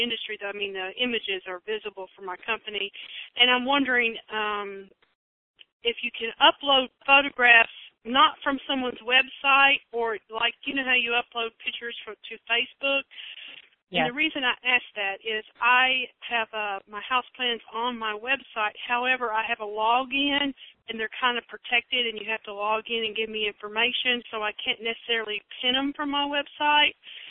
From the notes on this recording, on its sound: I answered some common questions on this live Q and A call.